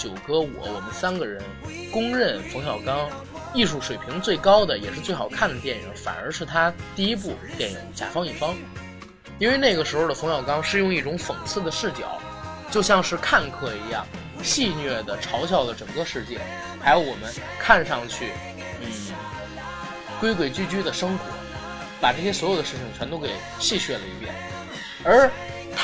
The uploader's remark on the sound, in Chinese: 节目剪辑本次不是主播团队，大致背景音乐较大。